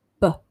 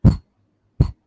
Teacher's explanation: B, on the other hand, when we say that B sound, as in the word bat, it is pronounced with your voice. So if you want to know if you're using your voice or you're not using your voice, you can touch your throat here.